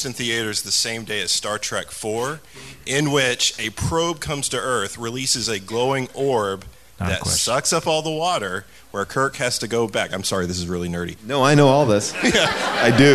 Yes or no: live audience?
yes